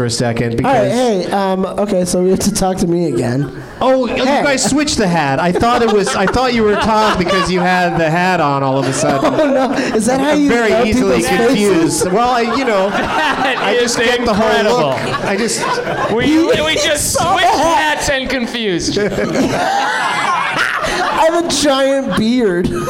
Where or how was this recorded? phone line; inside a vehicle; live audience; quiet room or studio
live audience